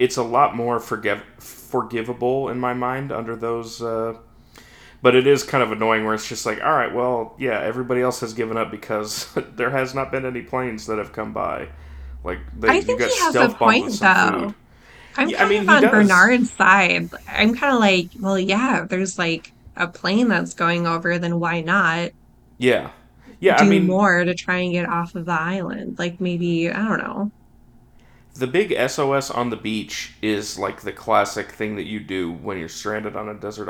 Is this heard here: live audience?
no